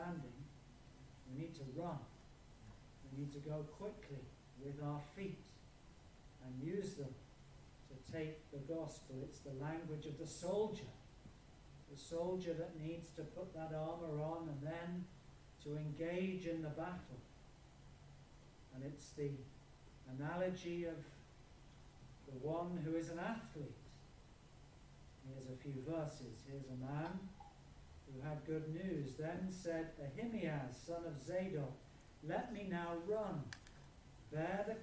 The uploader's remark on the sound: Apologies for reduced sound quality on this video